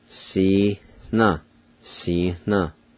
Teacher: There's a faint H sound right between the I and the N